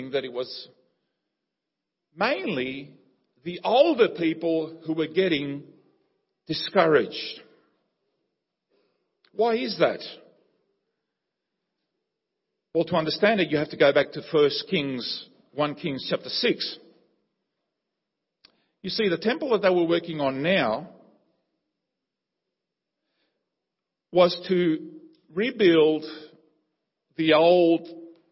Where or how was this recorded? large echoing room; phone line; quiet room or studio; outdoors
large echoing room